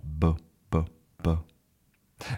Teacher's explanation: So we have our voice activated. Our voice is activated and we have our lips together. B. And then we kind of explode with this sound, B.